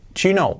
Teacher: Fijaos que el do you lo podemos prácticamente unir